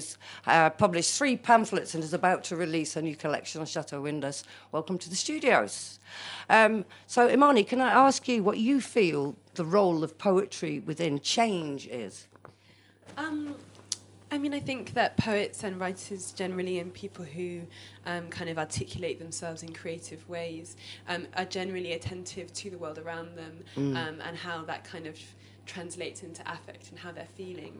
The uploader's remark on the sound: This podcast was recorded backstage at King's Place, London on 24 January 2018